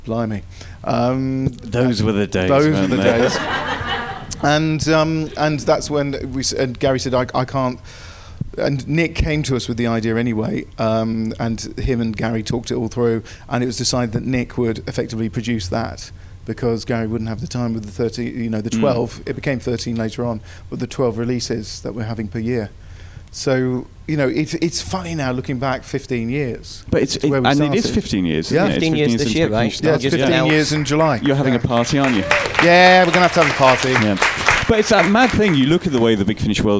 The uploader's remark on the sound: We head over to Los Angeles for our latest podcast. Field questions from the audience at the recent Gallifrey convention!